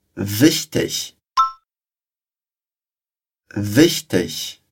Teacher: repara que é um som chiadinho no meio, wich, e outro no final, tich.